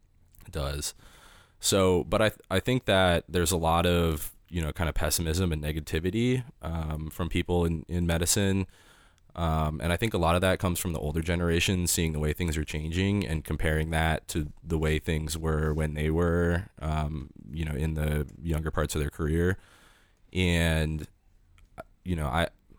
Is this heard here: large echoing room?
no